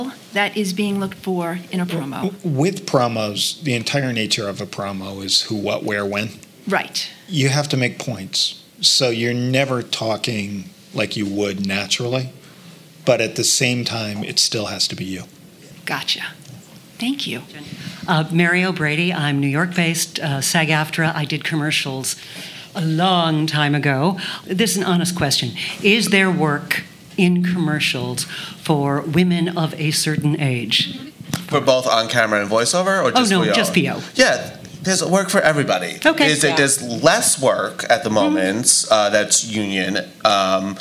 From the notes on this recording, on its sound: The panel concludes with an audience Q&A